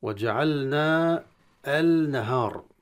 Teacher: أما في النهار أدغمنا اللام الساكنة هذه في النون